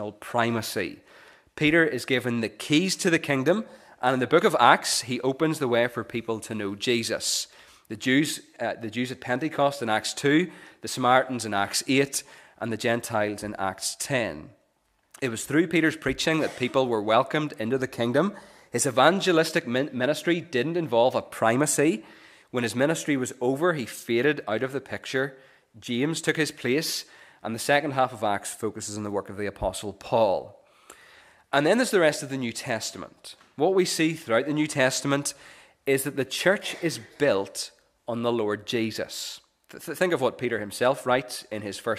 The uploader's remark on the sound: This is the recording of the Bible reading and sermon from our morning service on Sunday 27th August 2023.